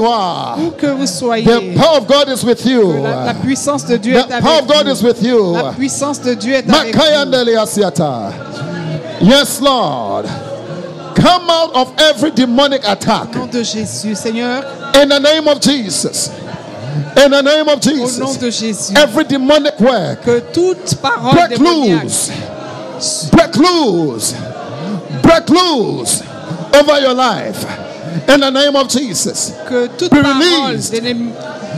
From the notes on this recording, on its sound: Preached during Joyful Hour Sunday Service Rabat.